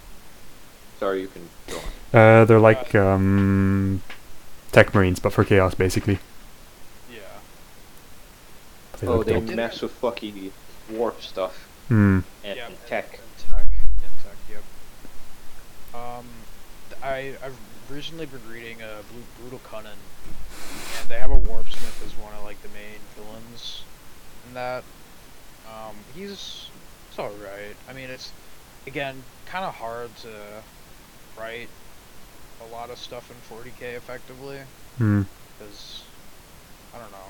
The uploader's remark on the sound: Apologises for the static, he has no fucking idea what caused it.